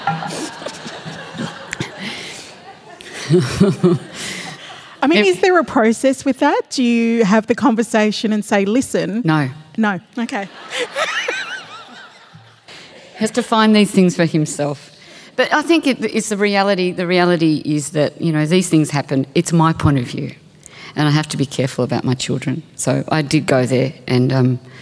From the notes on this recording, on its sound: This event was recorded at The Capitol as part of the Wheeler Centre’s Spring Fling in September 2022.